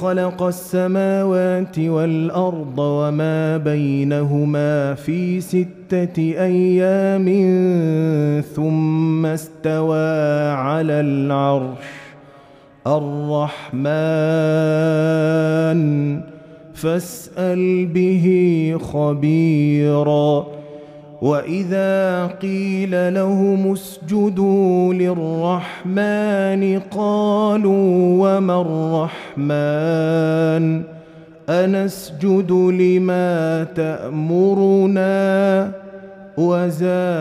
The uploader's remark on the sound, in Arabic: مسجل من صلاة التراويح بمسجد السلام بحي مشرفة بجدة.